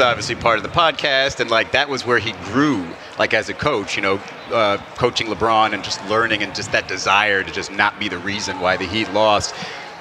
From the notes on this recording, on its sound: Interview LIVE from Summer League. LIVE during NBA Con at Las Vegas Summer League.